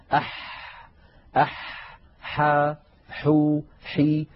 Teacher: حرف الحاء يا إخوة حرف عربي يخرج من وسط الحلق كما نعلم، والحاء فيها جريان للنفس وجريان للصوت. · والحاء مستفلة ليست مستعلية فلا تفخيم فيها، وهي أيضا منفتحة لا إطباق فيها، وليس لها حظ من الصفات التي لا ضد لها.